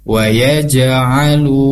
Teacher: ini ada mad tabi'i, panjangnya dua harakat